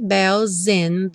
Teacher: juntando aqui o S do bells, ganhou um som de Z